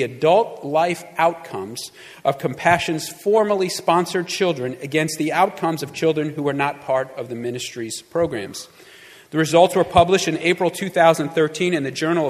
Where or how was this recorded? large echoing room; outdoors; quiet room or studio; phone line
large echoing room